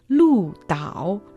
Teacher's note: Лу произносится в четвертом тоне, означает белая цапля, а Тао имеется в виду остров в третьем тоне